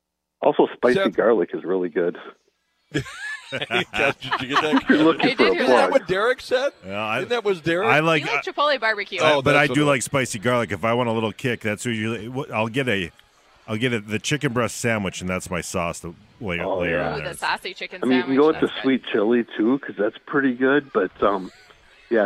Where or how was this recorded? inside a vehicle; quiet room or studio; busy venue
busy venue